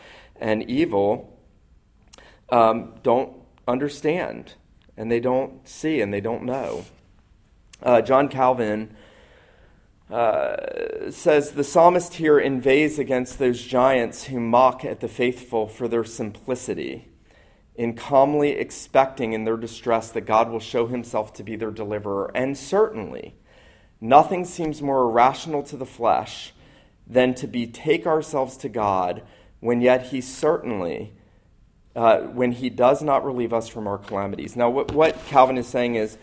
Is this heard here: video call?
no